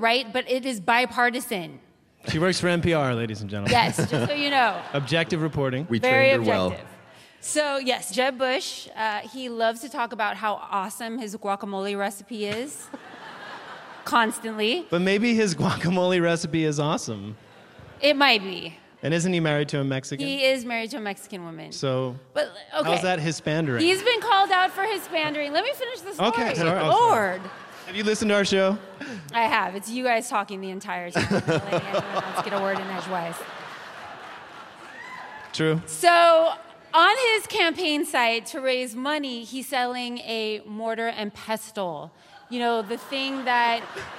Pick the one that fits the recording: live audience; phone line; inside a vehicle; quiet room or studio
live audience